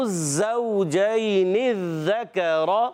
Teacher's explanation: یہاں زا ہے سیٹی کے ساتھ، یہاں زال ہے بغیر سیٹی والا